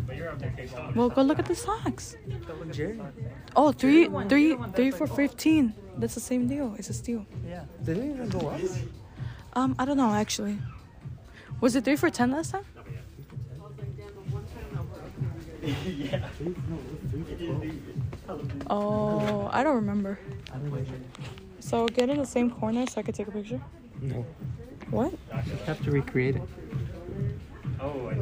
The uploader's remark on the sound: we take a trip Downtown and to Chinatown and we record our whole day from start to finish